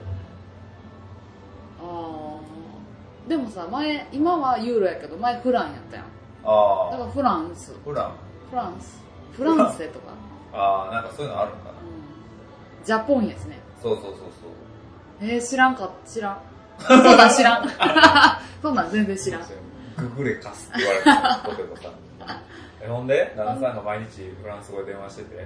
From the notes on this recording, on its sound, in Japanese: 久しぶりの対面収録なのでいつもよりテンション高めです。カラオケだとやっぱり雑音が気になりますね。すみません。